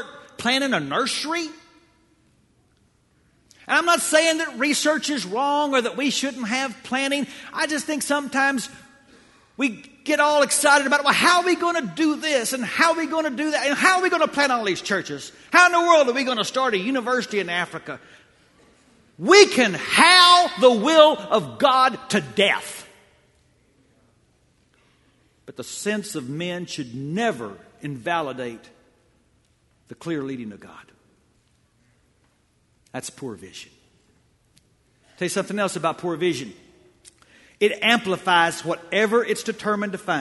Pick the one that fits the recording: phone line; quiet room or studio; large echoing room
large echoing room